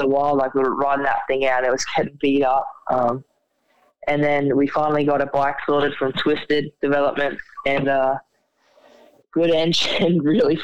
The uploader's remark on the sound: on the phone